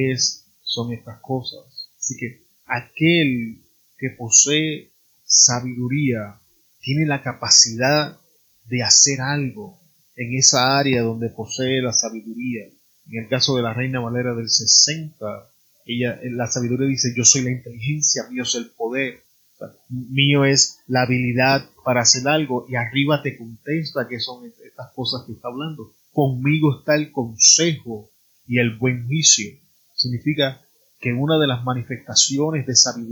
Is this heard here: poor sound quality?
yes